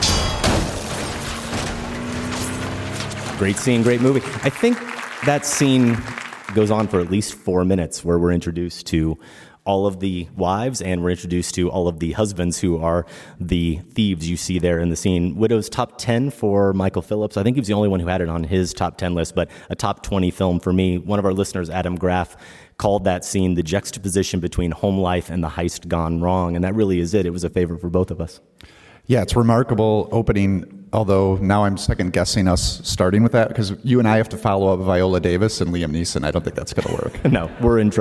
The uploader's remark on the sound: A full house at Chicago's Logan Center for the Arts. Live 2018 Wrap Party.